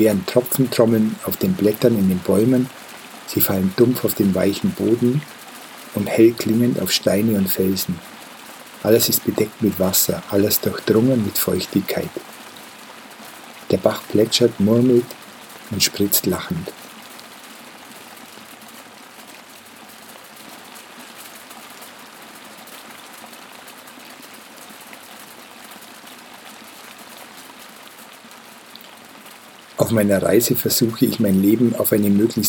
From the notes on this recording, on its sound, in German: Meine Wanderung durch Nordindien führt mich nun stetig bergauf, ich verlasse langsam die subtopische Klimazone. In dieser Folge hörst du eine Aufnahme des Gewitters im Himalaya. Die hochwertige Audio-Aufnahmen, die ich in Indien gemacht habe umfasst das volle hörbare Klangspektrum.